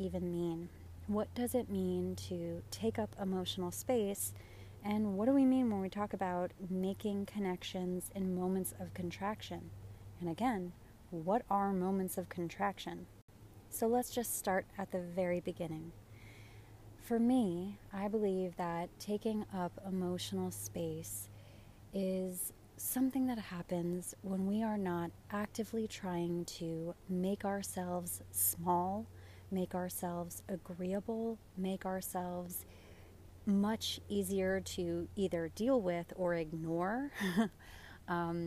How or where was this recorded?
outdoors